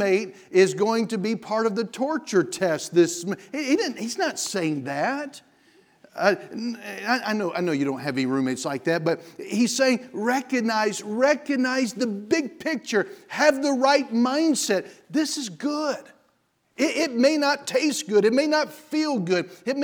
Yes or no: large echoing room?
yes